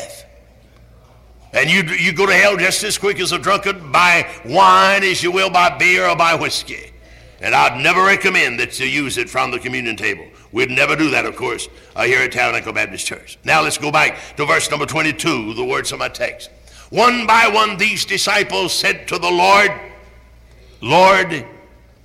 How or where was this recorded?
large echoing room